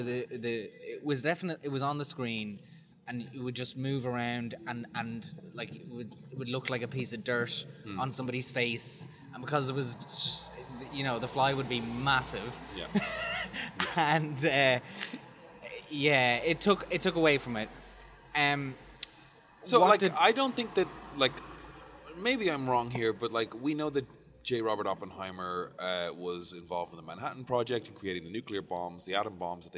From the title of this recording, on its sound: Live From The Royal Mile